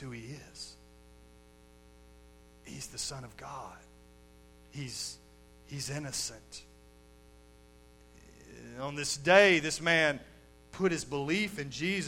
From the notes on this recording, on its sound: Recorded live at Shindler Drive Baptist Church